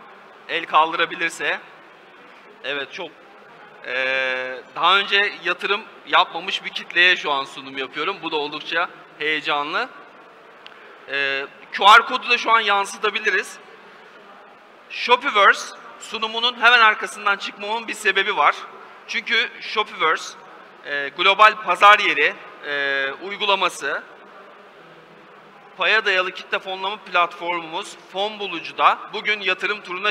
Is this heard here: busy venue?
yes